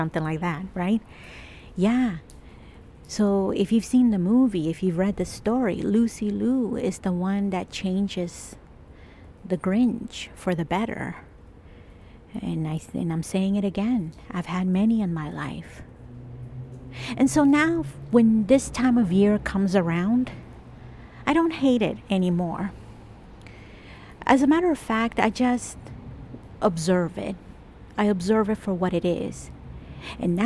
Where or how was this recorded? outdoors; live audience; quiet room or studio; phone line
outdoors